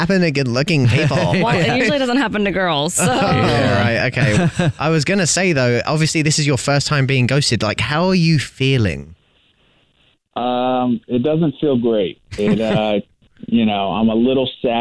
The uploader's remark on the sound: A Phone Prank